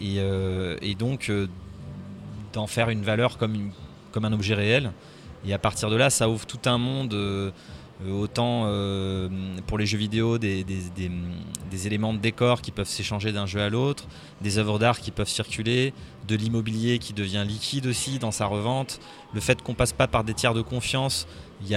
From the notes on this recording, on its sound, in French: Dernier entretien de la série enregistrée à l'occasion de la foire Around Video de Lille